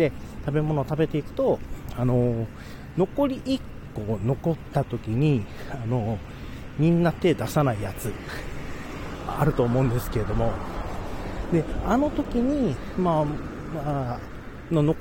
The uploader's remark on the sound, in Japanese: Radiotalk。散歩？ウォーキング？しながらポケ活しつつ、風切り音対策しながらまとめて収録したもの。